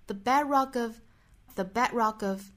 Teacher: 所以前面半句我们可以读成 the bedrock of 非常的短，非常的快，可以说几乎听不到这两个词了 · Term: 弱读